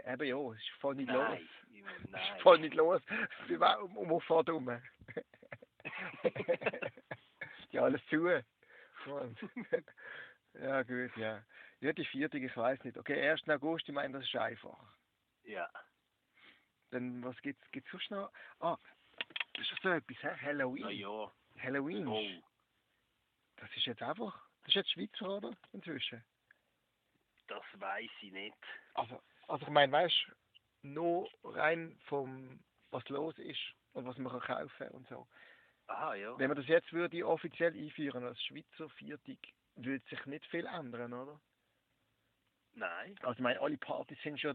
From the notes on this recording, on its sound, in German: Am Telefon.